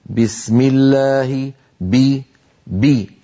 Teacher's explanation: الباء قوية جدا لأن فيها شدة، فيها انحباس الصوت والنفس